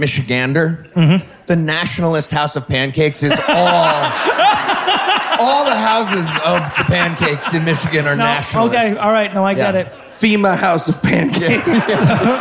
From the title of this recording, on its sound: LIVE from Seattle